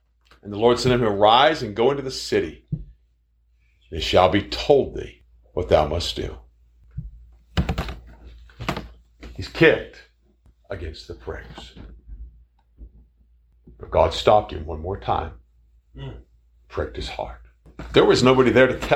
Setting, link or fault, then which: setting, large echoing room